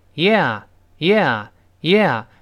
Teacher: 既不能读成 e，也不能读成呀，呀，你看还是有一个有 i 到啊变化的